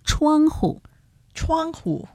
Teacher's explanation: 户字呢一定窗户在一起一定要读轻声